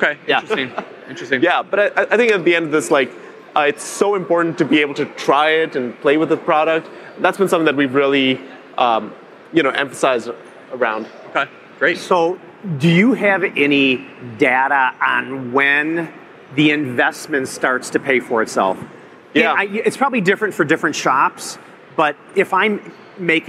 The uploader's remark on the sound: joined us live at IMTS